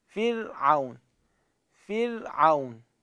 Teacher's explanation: فالفاء مكسورة كسر أصلي والراء ساكنة · Term: ترقيق